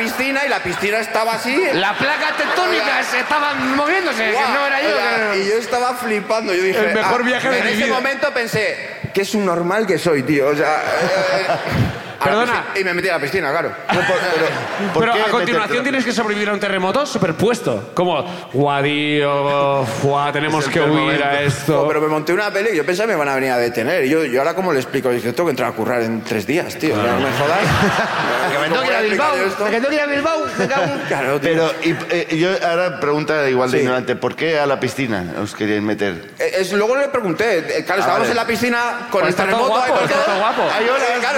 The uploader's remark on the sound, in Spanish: El público de Bilbao